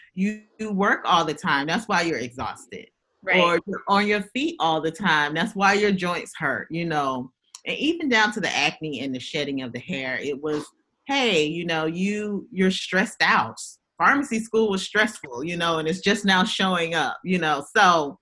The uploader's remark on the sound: Zoom video interview